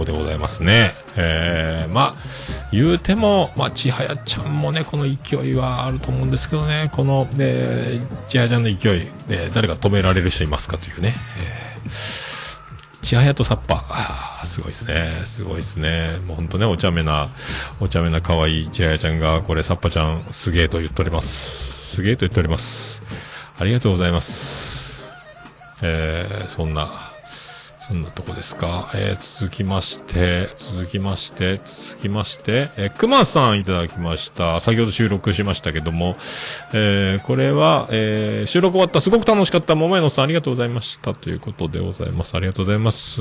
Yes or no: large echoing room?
no